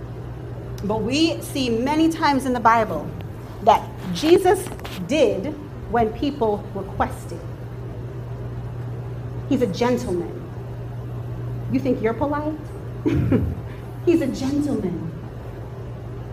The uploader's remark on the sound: In today's episode I am sharing another excerpt from the Women's conference where I spoke at my local Christian Church Women's group.